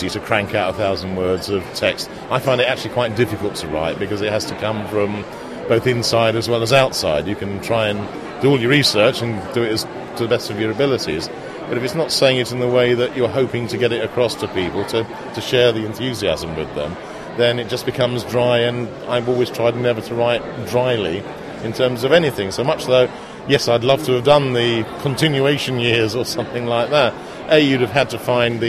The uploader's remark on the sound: The Eleventh Hour London Launch Event. Recorded at the London Launch Event for Doctor Who: The Eleventh Hour. Both on and off mic.